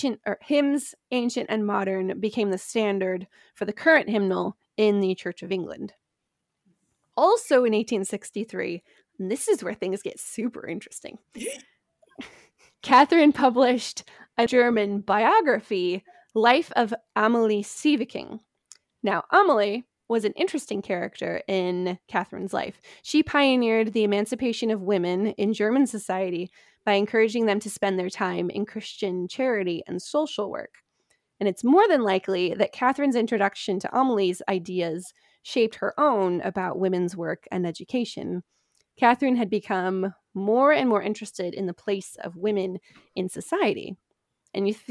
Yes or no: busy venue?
no